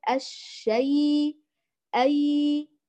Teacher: جيد، فنقول الشيء أي رخوة لينة متمة الفتح، الحرف الذي قبلها متم الفتح دون إعمال الخيشوم ودون تحويلها إلى حرف مدي ودون قلقلتها ودون تفخيمها.